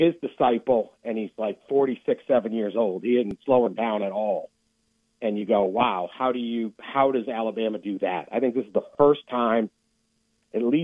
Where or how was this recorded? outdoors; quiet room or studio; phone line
phone line